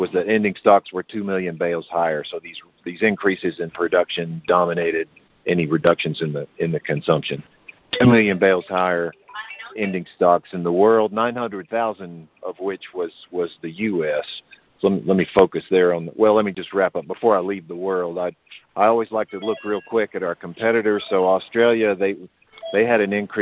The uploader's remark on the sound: Monthly Conference Call On Cotton.